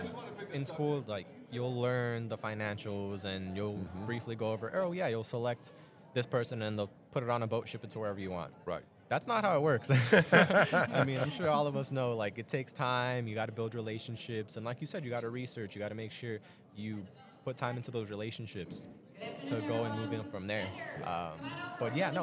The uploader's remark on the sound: Produce episodes while at the annual ICPA Fall Conference. The conference took place this year on October 16-18 2022 in the Dallas-Ft. We set up our microphones and cameras to talk to attendees, sponsors, exhibitors, and the host of the event.